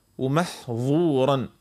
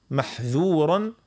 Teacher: الظاء حرف مستعلي لكن الذال حرف مستفل